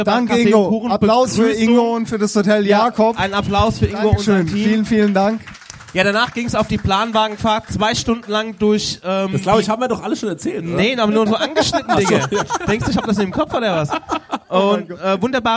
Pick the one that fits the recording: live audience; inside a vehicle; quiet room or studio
live audience